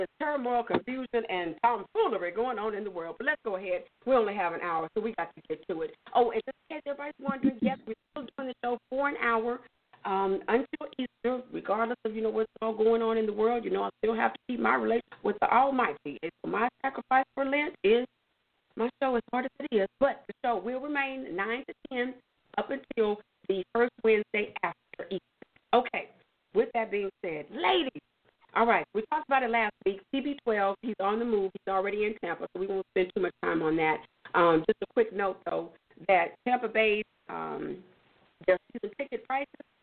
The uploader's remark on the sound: Your phone calls, comments, questions.